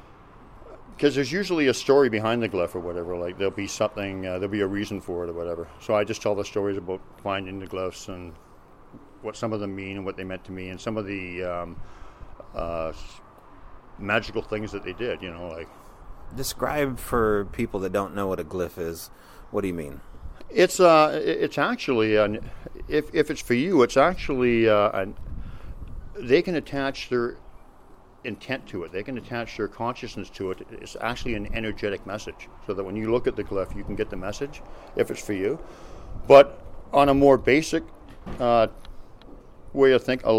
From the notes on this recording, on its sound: sits down with the speakers and attendees of the 3rd International Primal People Conference in Enumclau, Washington